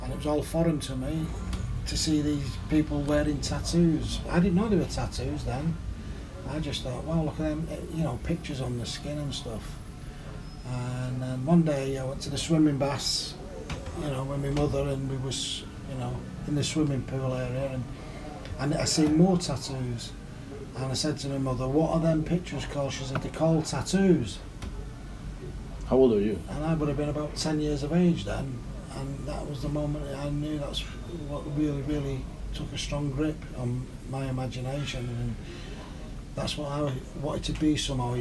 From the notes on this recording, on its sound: This time I ended up in Manchester. Recorded in the pub he owns next door. I apologize for the quality of the audio but this as well is the beauty of being on the road, sometimes you end recording in an English pub.